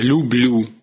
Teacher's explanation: «Б» плюс «йот» давало «бль», например, в слове «люблю», да, сравните «любить», «люблю». · Term: л-эпентетикум